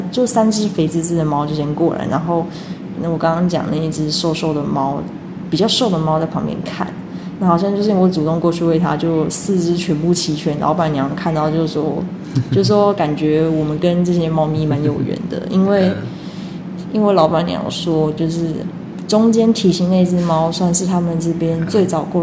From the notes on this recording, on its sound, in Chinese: 這次來到外面錄音